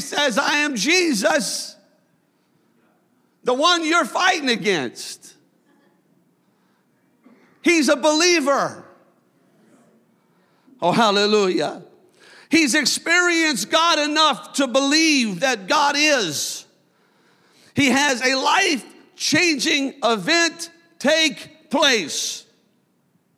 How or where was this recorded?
large echoing room